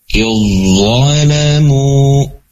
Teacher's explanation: Masuk ke dalam huruf yang kedua, zo. Jadi zonya yang dominan terlihat.